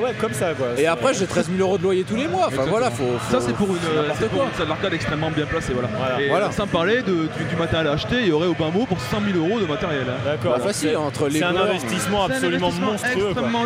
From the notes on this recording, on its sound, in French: Du podcast sur l'arcade enregistré lors du Stunfest !